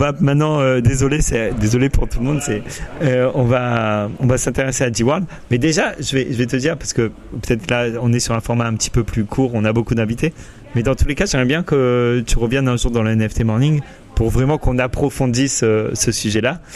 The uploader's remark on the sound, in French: En direct du Metaverse Entertainment World Summit (MEWS) Monaco